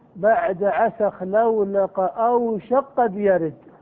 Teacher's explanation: أوشك قد يرد، فلهذا فإن لفظ البيت الصحيح أن تسكن أوشك، فإذا سكنت أوشك تدغمها في القاف بعدها، لأن الكاف والقاف حرفان متقاربان يصح بينهما الإدغام، فتقول في لفظ البيت بعد عسى خلولق أوشك قد يرد، · Term: الإدغام الكبير